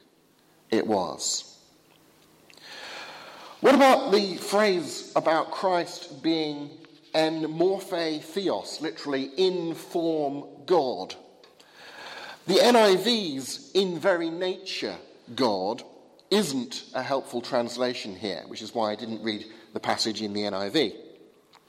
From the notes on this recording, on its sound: Sermon from the 8 am service at Highfield Church Southampton, Palm Sunday 2016.